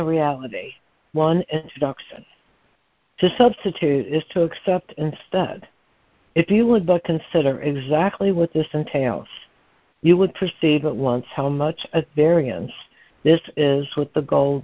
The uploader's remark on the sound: ACIM Daily Conference Call